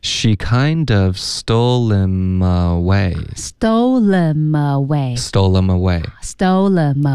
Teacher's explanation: stole 的这个 L 跟后面 him 读成 lim 吗？可以啊，这个可以读成 lim